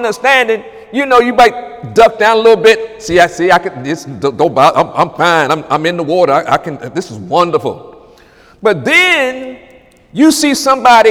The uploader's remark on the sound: During Wednesday night service on August 16, 2017